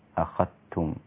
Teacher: في الآية رقم 68 أخذتم قرأ شعبة بإدغام الذال في التاء فتصير أخذتم هكذا.